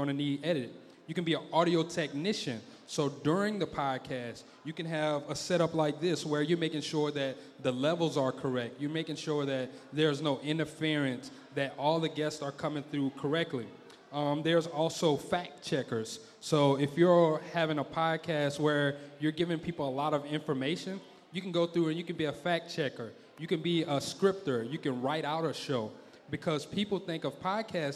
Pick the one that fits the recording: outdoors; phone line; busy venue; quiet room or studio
busy venue